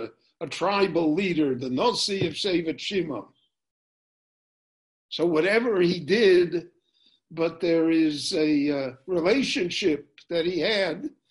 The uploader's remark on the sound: This shiur was given LIVE in Jerusalem via Zoom.